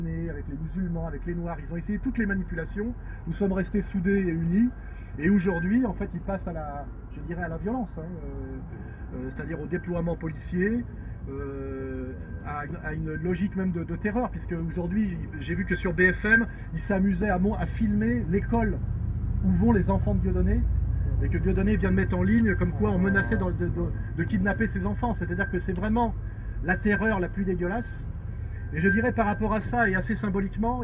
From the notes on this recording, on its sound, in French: En plein air. À Vence.